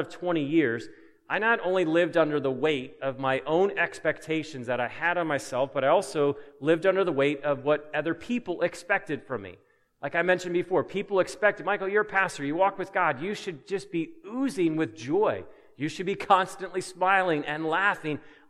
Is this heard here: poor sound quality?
no